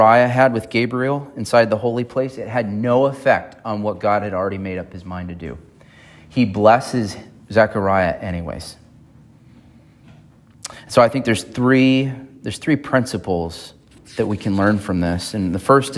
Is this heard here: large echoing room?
yes